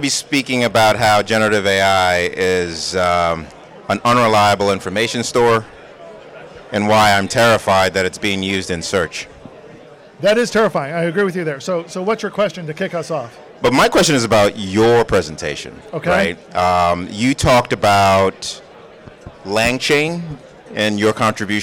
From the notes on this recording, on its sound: Live and In Person at Voice+AI 2023. At the Voice and AI 2023 conference.